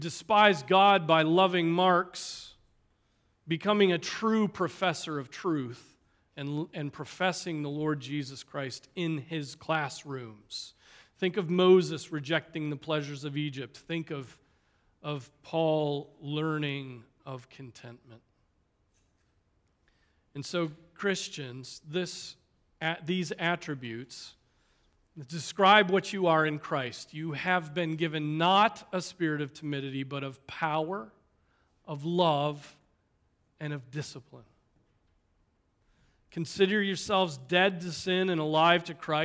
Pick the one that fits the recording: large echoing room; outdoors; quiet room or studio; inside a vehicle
large echoing room